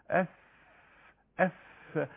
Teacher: تفشي شيء من التفشي لان في كثره هواء اهو يبقى هنا اطراف الثنايا بس مع بطن الشفه حرف الفاء بيخرج طبعا يعني بدفعه هواء طبعا باحتكاك